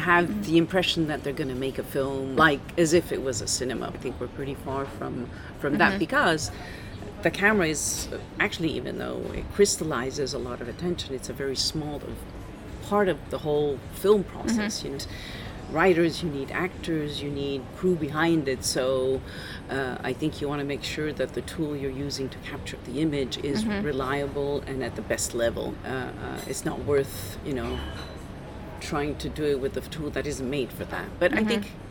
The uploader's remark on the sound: Live from the bustling Cannes Film Festival 2022. This was my first ever, in person, live interview and not over Zoom (for once!)...recorded in a slightly noisy hotel restaurant hence the odd clinking noise, or plate clattering.